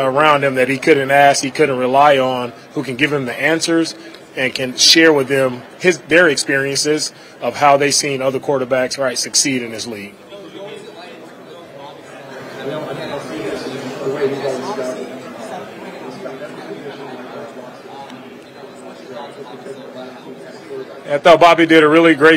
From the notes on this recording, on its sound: LIVE from the NFL Combine